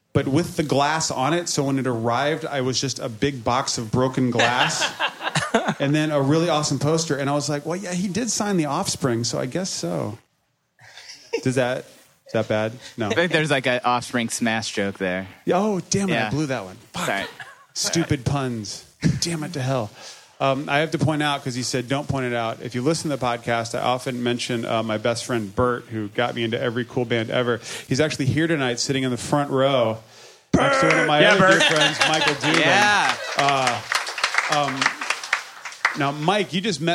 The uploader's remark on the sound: Live at Union Hall. Hosts for a live podcast taping at Union Hall, Brooklyn.